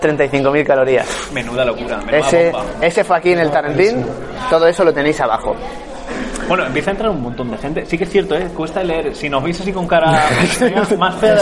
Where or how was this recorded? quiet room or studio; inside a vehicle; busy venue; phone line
busy venue